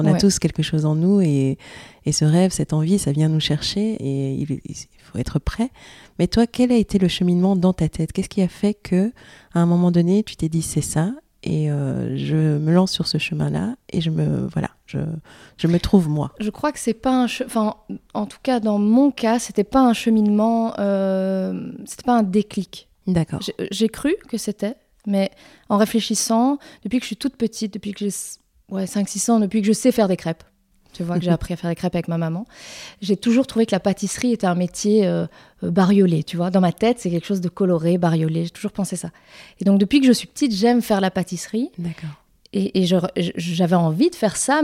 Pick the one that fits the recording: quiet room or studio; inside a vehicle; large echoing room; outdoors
quiet room or studio